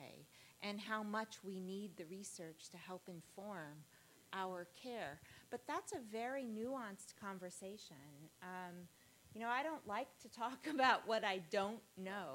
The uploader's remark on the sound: recorded at the 6th annual Patients as Partners US conference